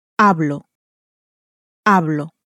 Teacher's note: You'll notice that I speak ends with an O, with a vowel. So the stress, once more, is on the next to last syllable. And there are only two syllables, so it's on the first syllable.